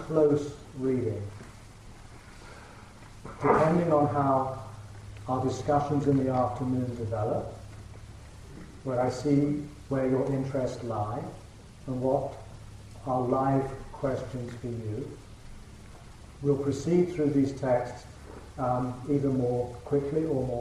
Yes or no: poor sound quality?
yes